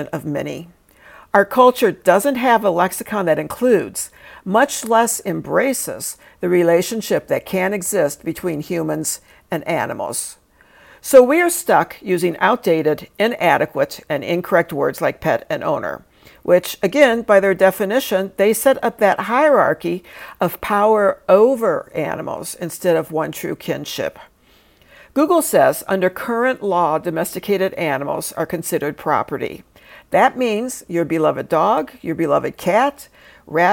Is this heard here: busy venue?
no